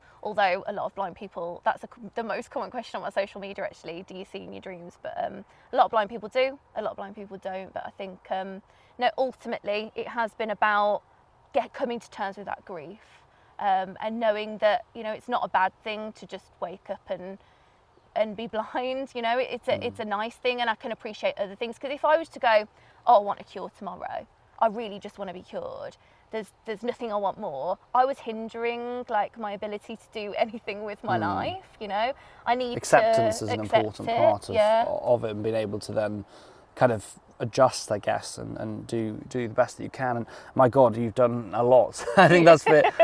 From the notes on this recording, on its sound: conversation this week in South Loughton Valley Park